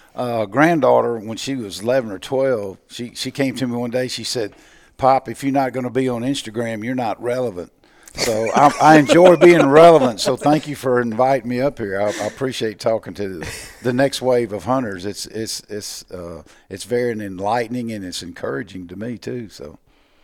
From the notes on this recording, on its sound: At the 2019 NWTF show in Nashville we got a chance to sit down and record a podcast